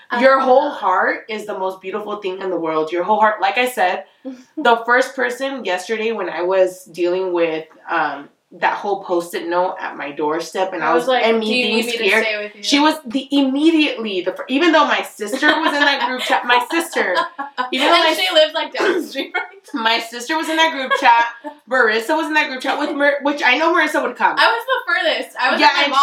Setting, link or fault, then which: fault, poor microphone